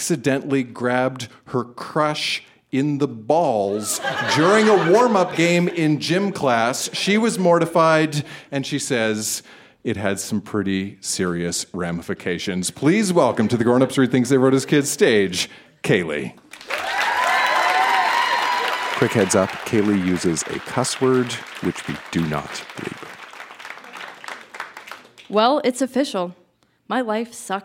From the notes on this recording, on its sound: Recorded live at the Artesian in Regina, SK.